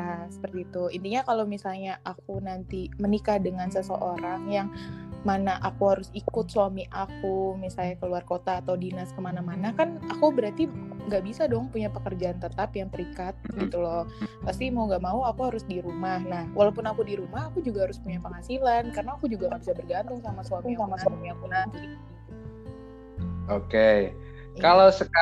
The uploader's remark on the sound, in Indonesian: Maaf juga nih kalau suaranya kadang ga jelas, ya maklum soalnya kita podcast via online nih pake aplikasi anchor.